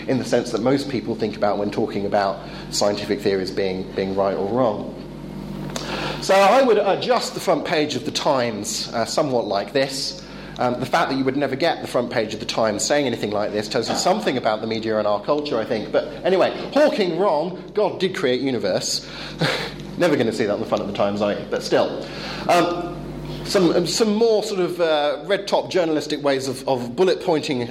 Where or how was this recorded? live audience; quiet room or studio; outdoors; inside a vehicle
live audience